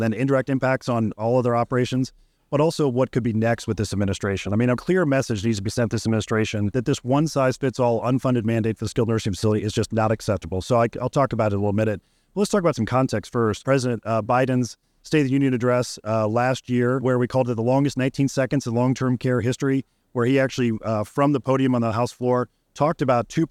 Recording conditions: busy venue